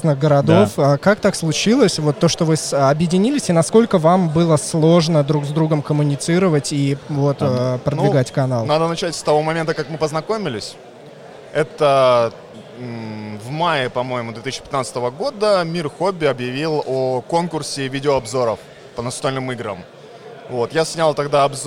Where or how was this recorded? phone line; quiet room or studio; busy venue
busy venue